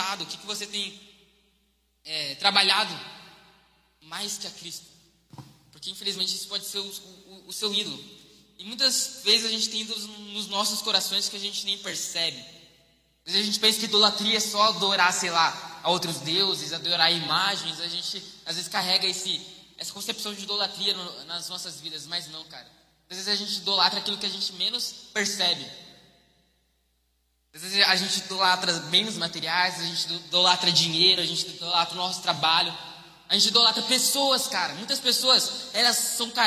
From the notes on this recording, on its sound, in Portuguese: Mensagem ministrada ao vivo em 18/12/2021.